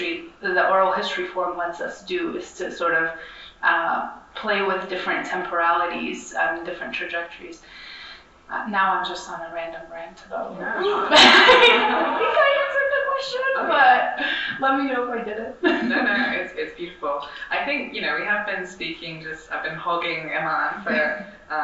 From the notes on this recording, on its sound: in this session recorded at Socialism 2022